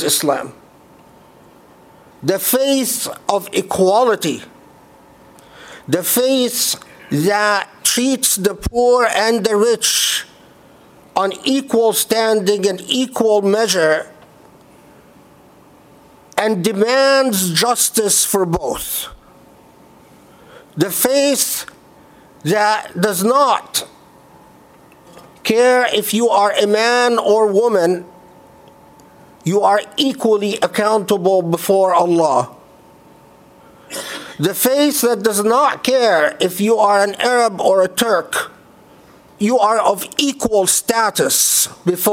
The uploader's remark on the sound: Delivered at the Islamic Center of Southern California, Los Angeles, CA on Friday, July 20, 2018.